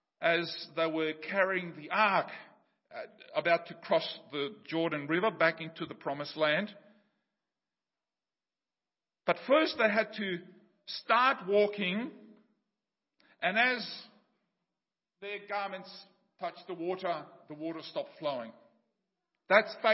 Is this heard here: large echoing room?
yes